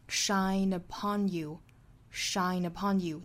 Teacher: shine upon 连读 shine upon youshine uponyou，带出一个 n upon you 小鼻音